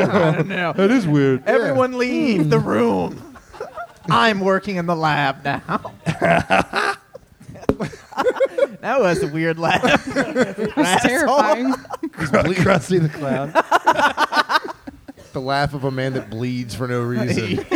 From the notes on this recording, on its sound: This live talk show is recorded in front of a human audience on Sundays at Chameleon in Northside, Cincinnati.